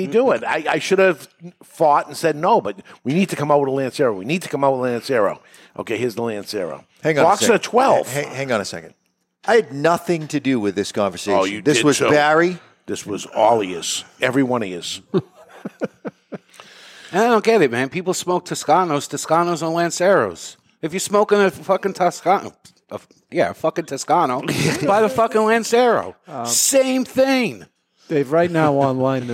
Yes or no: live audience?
yes